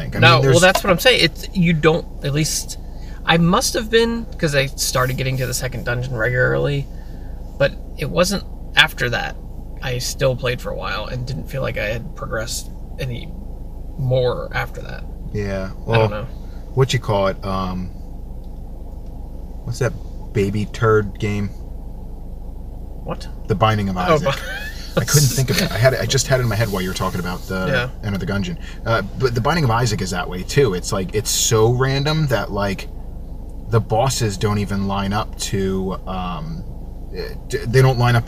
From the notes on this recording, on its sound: This is a throwback episode to when we recorded in the car.